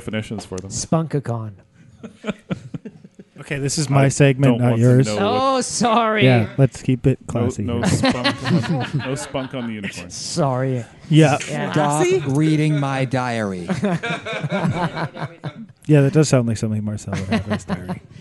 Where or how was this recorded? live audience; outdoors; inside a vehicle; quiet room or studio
live audience